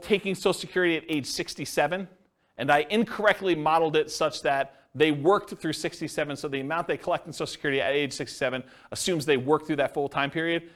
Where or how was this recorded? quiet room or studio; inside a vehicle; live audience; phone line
live audience